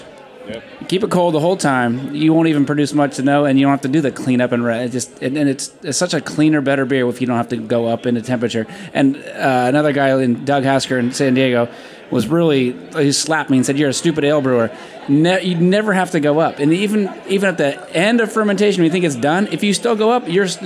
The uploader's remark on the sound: Recorded in front of a live audience late one night on the patio of Cerveza Fauna after a full day of judging for the Copa Baja beer festival in Mexicali, Mexico, in late 2023.